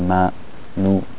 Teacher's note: When they have a vowel, you barely hear the nasal sound. Like ma, nu, you don't really hear too much nasal sound.